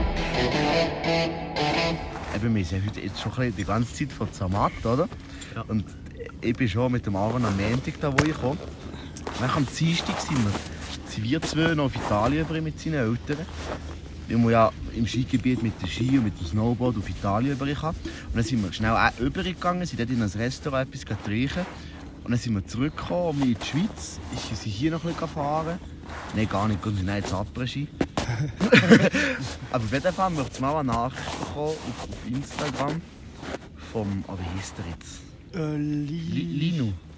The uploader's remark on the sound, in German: In unserem Winter-Special haben wir die Folge nicht im Studio aufgenommen, sondern am Pistenrand in Zermatt.